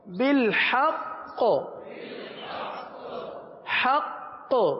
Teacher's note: وقف میں کلکلہ مشدد ادا ہوگا، کیونکہ تشدید وقف میں باقی رہتی، ختم نہیں ہوتی، اس لیے یہاں کلکلہ ہوگا.